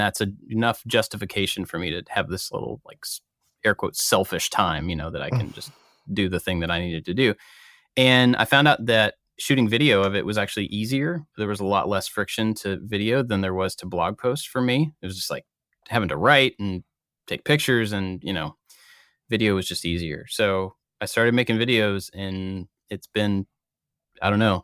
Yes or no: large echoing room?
no